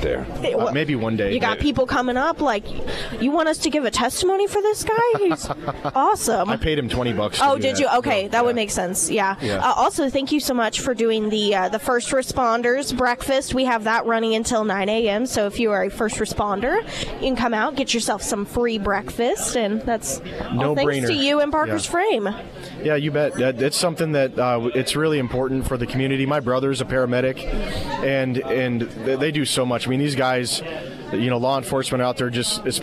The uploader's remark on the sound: live at Scramblers Diner